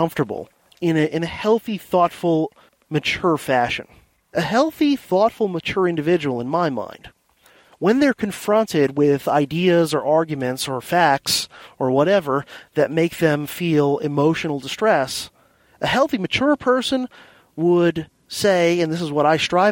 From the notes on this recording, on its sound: I’ve got an episode recorded while commuting in The Silver Bullet (my silver Hyundai Accent hatchback.)